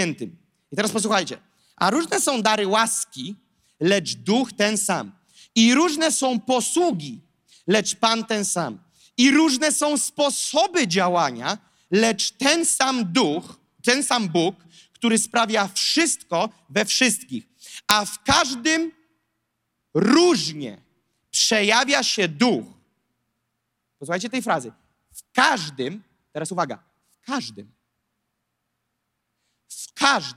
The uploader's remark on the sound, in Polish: To fragment nauczania, które zostało nagrane podczas nabożeństwa NOF Church.